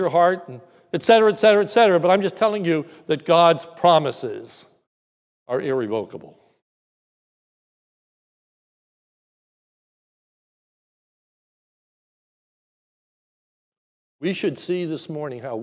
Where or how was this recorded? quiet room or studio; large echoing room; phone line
large echoing room